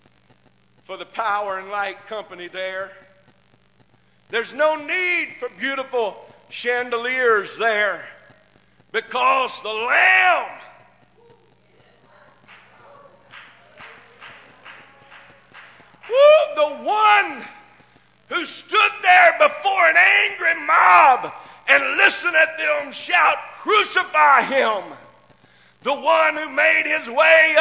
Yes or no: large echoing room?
yes